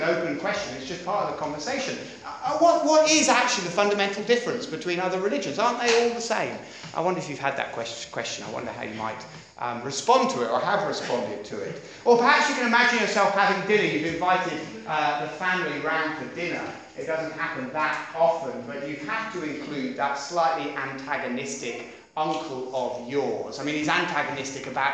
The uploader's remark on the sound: at Beacon Church, Beacon International Centre on 26th Feb 2017